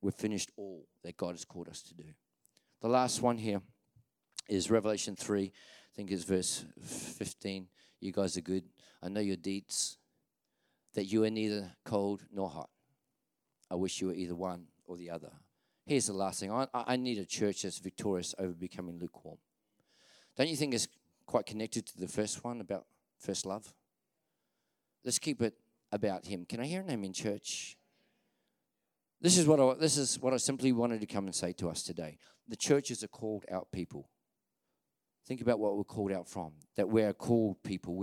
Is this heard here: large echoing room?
yes